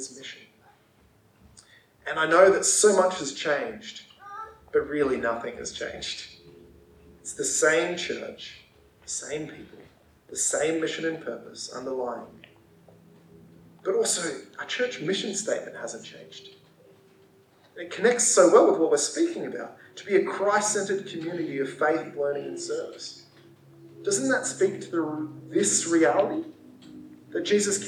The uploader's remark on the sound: Audio is not to usual quality this week. We are still developing the system to fit our new location.